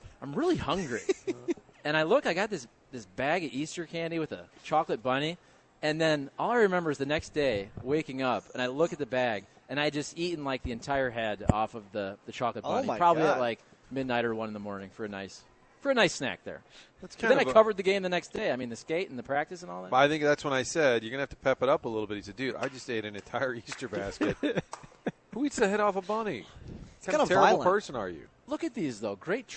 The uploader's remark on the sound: Broadcasting live from Schnucks in Florissant.